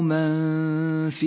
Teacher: دعوة من الإخفاء في قوله تعالى وله من في السماوات والأرض وله من في، النون الساكنة وبعدها حرف الفاء، تخفى النون بالفاء وتغن بمقدار حركتين